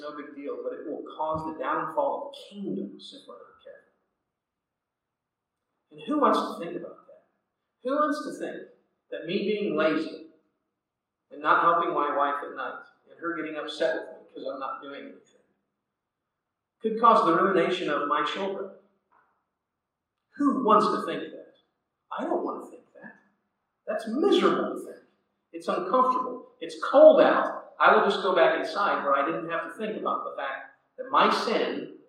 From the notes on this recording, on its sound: Audio quality is not great on this one.